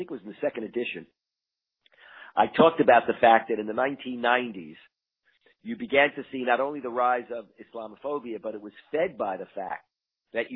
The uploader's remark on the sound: talks over the phone